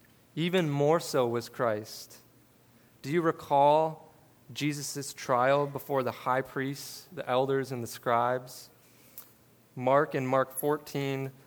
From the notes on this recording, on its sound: This sermon was preached at River City Church in Fargo, ND on August 14, 2022.